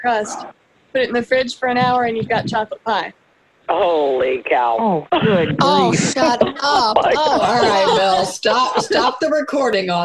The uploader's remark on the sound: We held the first recipe swap via conference call.